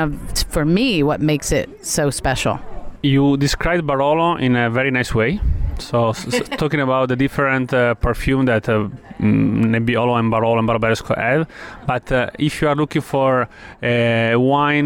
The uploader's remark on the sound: at the 2014 Hershey Food & Wine Festival